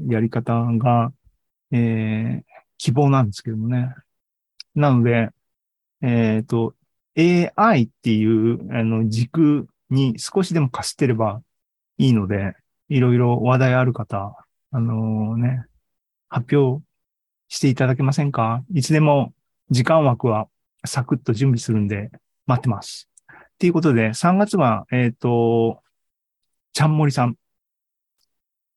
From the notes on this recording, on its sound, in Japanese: ２０２２年１２月２１日に開催した ZOOMライブの模様です